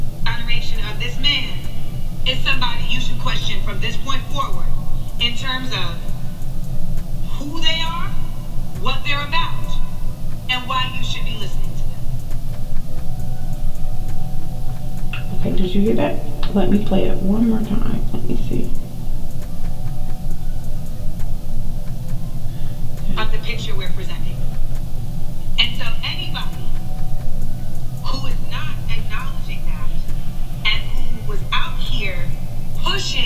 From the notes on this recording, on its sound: Horrible Sound Quality. There was some technical difficulties with this episode (the sound).